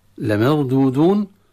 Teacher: لمردودون تفخيم الراء ساكنة قبل فتح